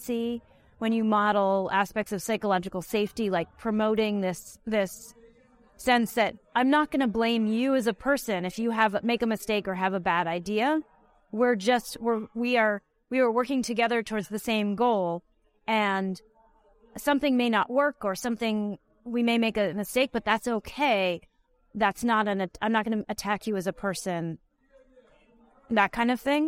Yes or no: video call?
no